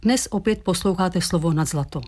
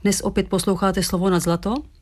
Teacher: Pokud ale užijeme intonaci odlišnou, dnes opět posloucháte slovo nad zlato, tedy intonaci stoupavou, pak se na tuto skutečnost ptáme · Shown in: second take · zjišťujeme, co se dnes bude dít.